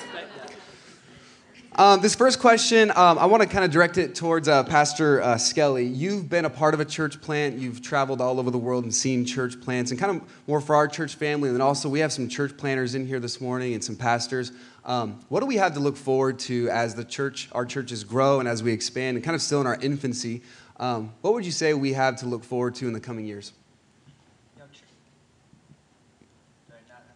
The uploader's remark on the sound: Panel Discussion at Rock Hill Conference.